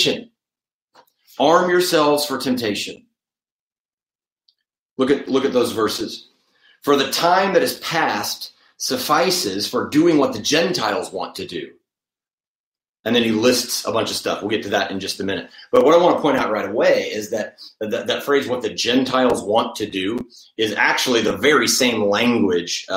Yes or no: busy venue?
no